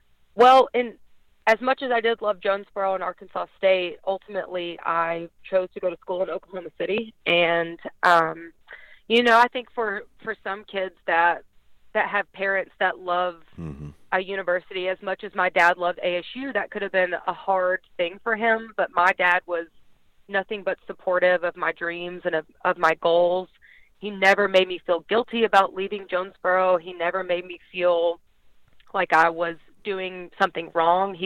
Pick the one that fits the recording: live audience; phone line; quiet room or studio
phone line